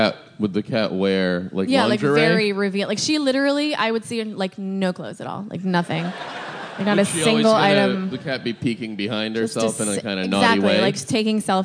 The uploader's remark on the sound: SF Sketchfest 2017. The adulation of the crowd in this special live episode of Hold On!